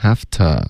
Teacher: 这不应该是轻音，应该嗓子震动的